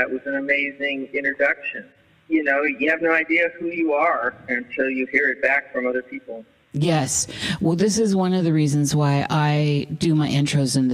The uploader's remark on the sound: There was a lot of interference and low sound quality (for whatever reasons) with the phone line.